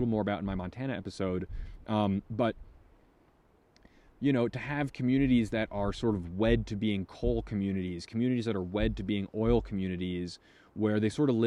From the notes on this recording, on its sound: This episode was filmed/recorded while camping in Custer-Gallatin National Forest, Montana.